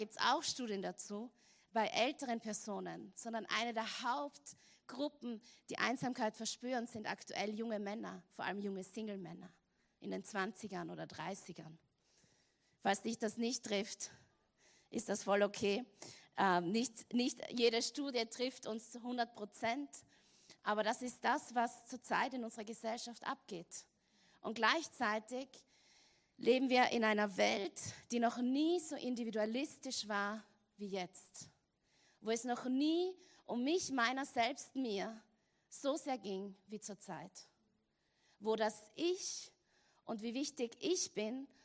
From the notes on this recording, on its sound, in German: Gottesdienst live aus der LIFE Church Wien.